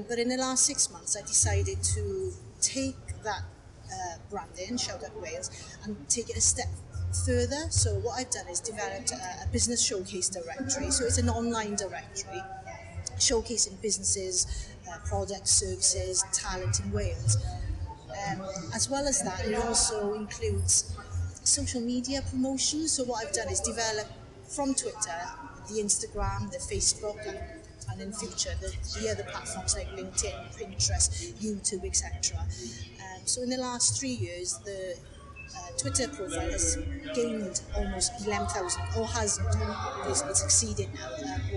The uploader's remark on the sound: Audio recorded in the lobby of Swansea University SOM - Not awesome quality!